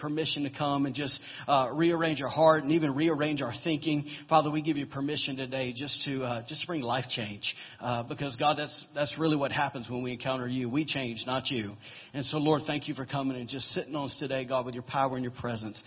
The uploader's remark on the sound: Was recorded on October 1, 2017, during Sunday morning service at Celebration Life Family Church.